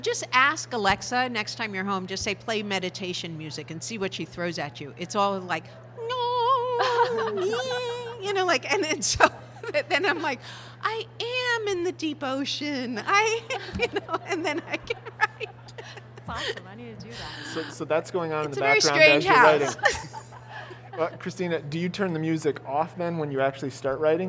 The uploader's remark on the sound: Part two of a special LIVE episode.